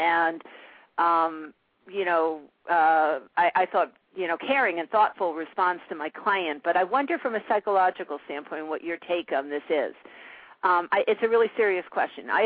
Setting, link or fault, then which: link, phone line